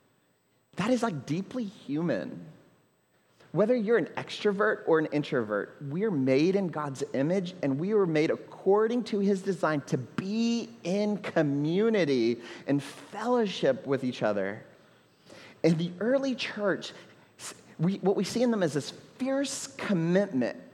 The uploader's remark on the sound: at Trinity Church, Puerto Rico